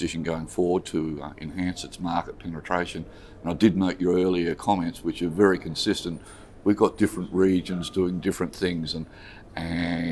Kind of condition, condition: setting, busy venue